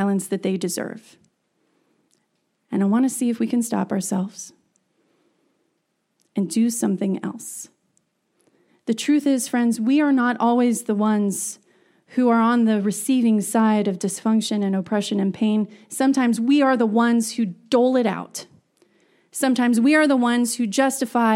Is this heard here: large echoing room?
yes